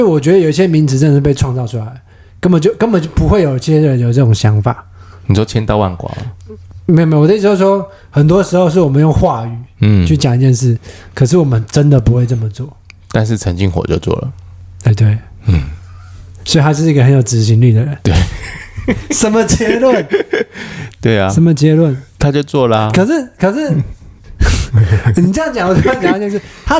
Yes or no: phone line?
no